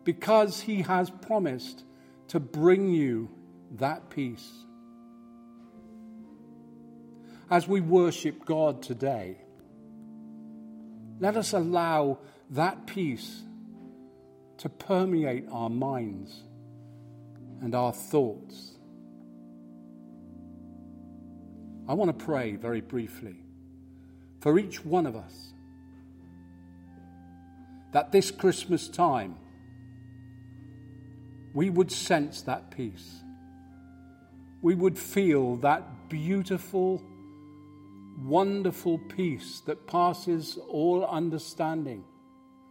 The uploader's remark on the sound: Live from St Matthews